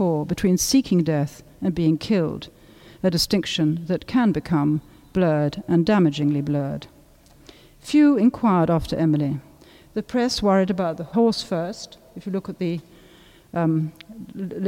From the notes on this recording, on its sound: A talk given at the inaugural Wilding Festival at St George’s Bloomsbury, where Davison’s memorial service was held.